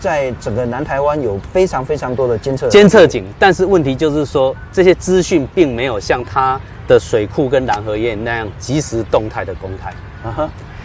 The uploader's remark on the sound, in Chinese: 雲林古坑乾旱現場